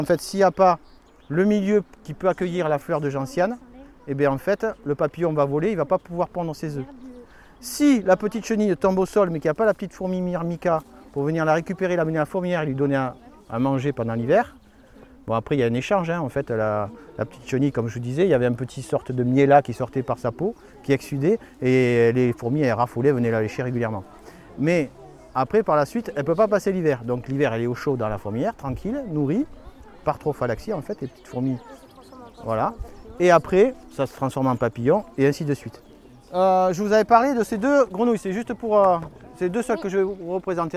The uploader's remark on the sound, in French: Lâchez-les au pied d'un sentier de randonnée qui permet de découvrir les merveilles du site préservé de Laouadie. Bientôt le bruit des moteurs laisse place au sifflement des filets à papillon, les yeux baissés se lèvent vers les arbres et arbustes, les mains se lâchent et se tendent vers la faune qui s'éveille, les murmures font place aux cris de surprise et d'émerveillement. Une balade en pleine nature avec des enfants merveilleusement éveillés.